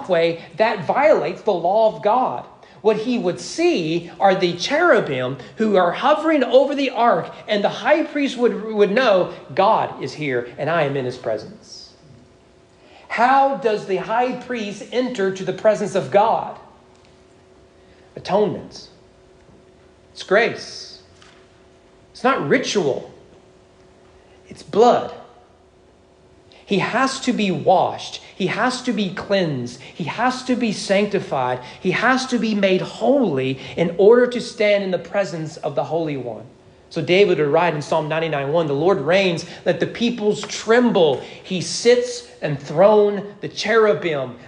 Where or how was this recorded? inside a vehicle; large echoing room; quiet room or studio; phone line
large echoing room